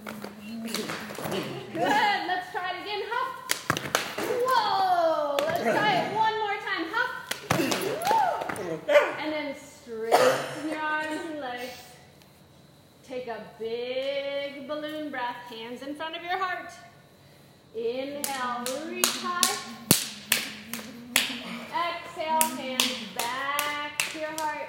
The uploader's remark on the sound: This is a live recording from a 30-minute Mini-Mindfulness & Yoga Session.